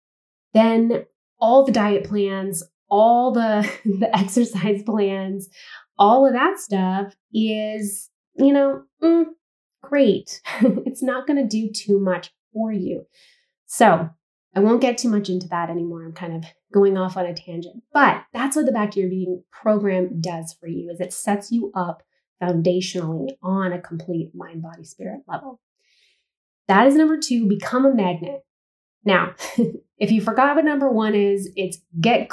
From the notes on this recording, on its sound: We apologize for the poor audio quality of this episode, unfortunately the microphone wasn't connected properly!